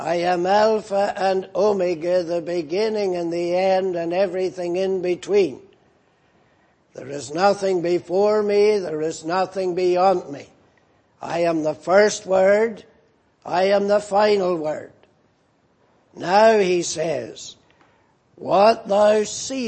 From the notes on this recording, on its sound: at the Lord's Day Morning service on 26th August, 2018